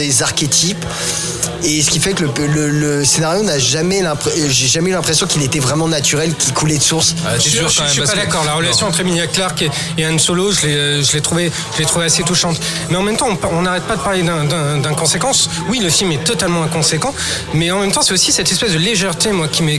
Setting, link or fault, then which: setting, busy venue